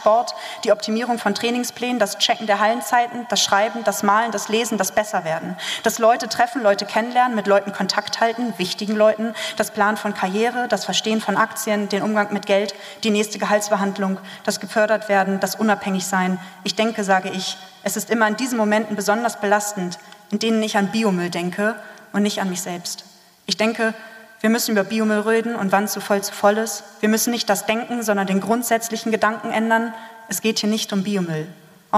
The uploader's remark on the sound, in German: Live Mitschnitt vom BEST OF POETRY SLAM DAY 23 in der Elbphilharmonie.